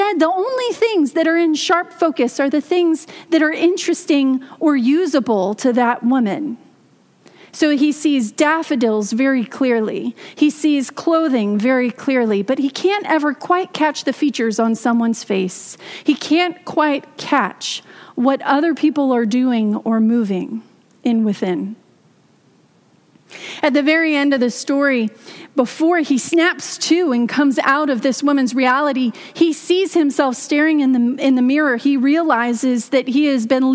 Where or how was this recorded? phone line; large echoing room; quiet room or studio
large echoing room